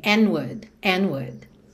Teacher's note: percebe que você não ouve D de and, junta direto no N